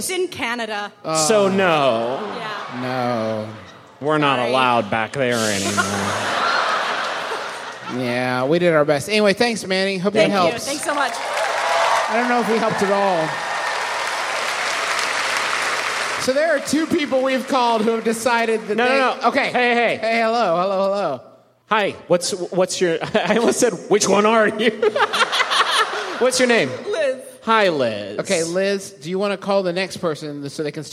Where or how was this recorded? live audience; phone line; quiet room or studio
live audience